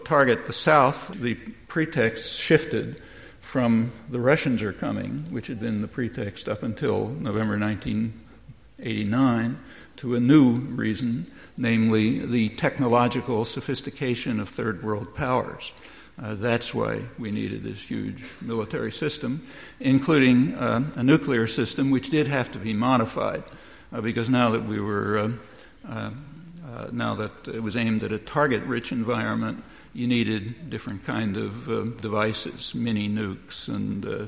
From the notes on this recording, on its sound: Recorded at First Parish Church at an event marking the 25th anniversary of South End Press.